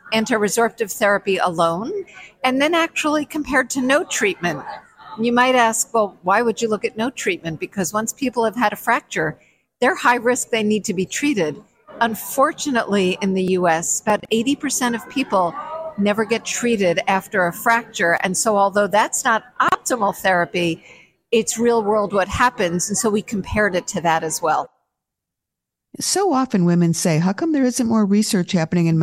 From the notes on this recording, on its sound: Live From THE MENOPAUSE SOCIETY Annual Meeting.